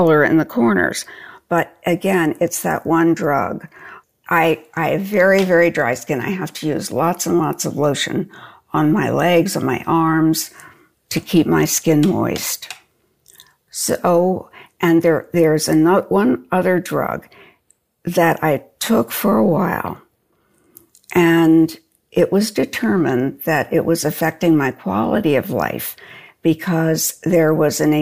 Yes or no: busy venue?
no